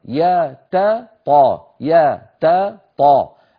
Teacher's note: يا تا طا، التاء مرققة، الطاء مفخمة